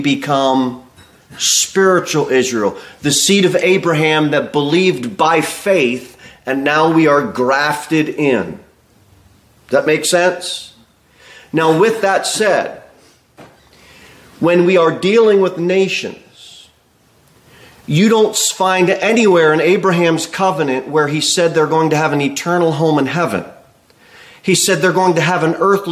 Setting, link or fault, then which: setting, large echoing room